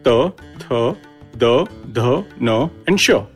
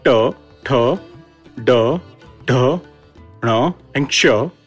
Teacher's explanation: But when we speak ta, tha, da, dha, na, and sha, the tip of the tongue curls upwards · Shown in: second take · Term: retroflexion